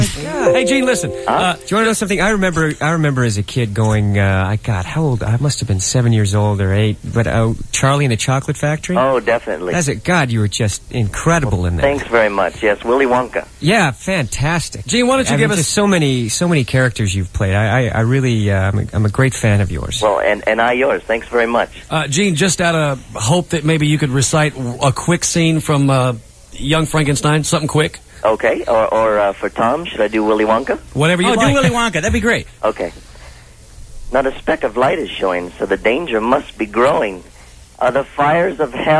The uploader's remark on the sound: joins us on the phone!